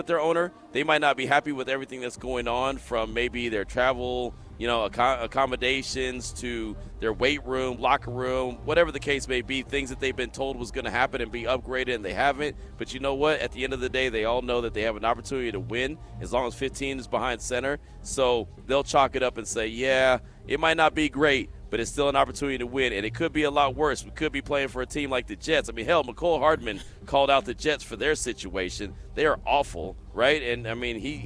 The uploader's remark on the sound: LIVE FROM THE COMBINE